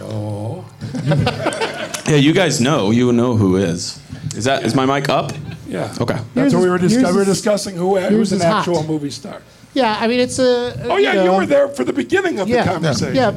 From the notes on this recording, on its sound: Live from Flappers in Burbank